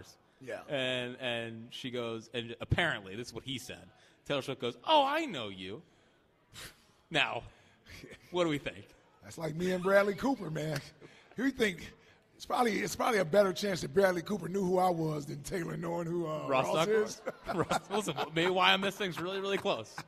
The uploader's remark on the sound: live at Chickie's in South Philly